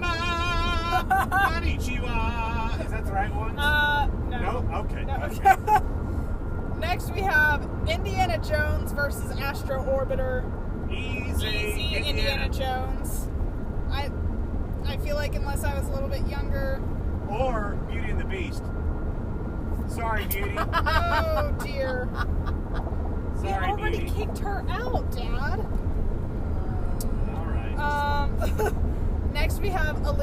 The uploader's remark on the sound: While on a road trip! Due to being in a moving vehicle, audio issues may be evident.